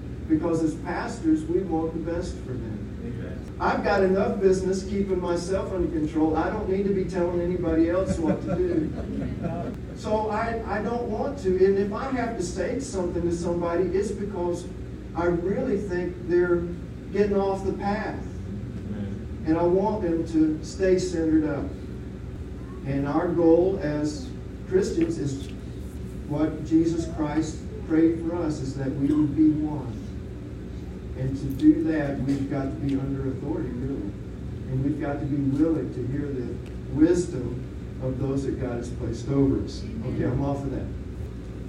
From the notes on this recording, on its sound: The audio of this sermon is challenging, but worth the listen.